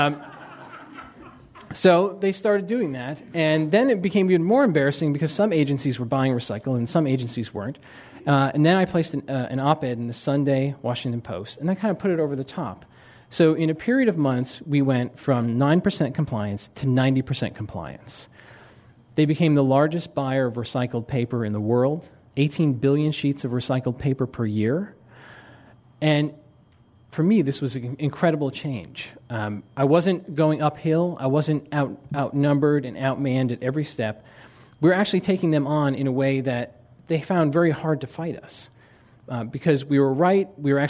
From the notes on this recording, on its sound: This program was recorded in front of a live audience at The Commonwealth Club on March 29, 2007